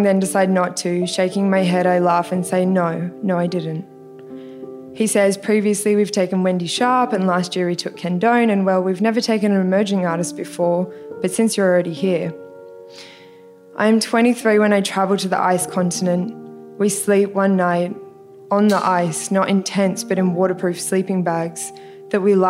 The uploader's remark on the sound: This week, we’re sharing the stories recorded at Strong Stories of the Weak . A live storytelling event put on with the help of Word Travels for their 2023 Story Week.